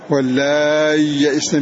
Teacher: يقرأ على وجه الإبدال بإظهار هذه الياء الساكنة